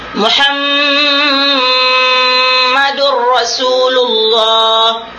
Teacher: kita katupkan mulut kita dan dengungnya sampai kapan saja